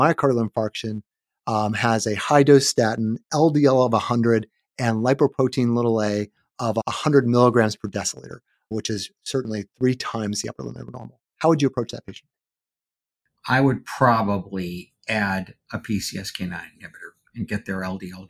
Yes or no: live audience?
no